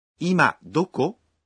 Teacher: Произносите ее с повышением интонации.